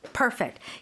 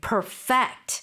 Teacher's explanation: So the accent is on the first syllable. · Shown in: first take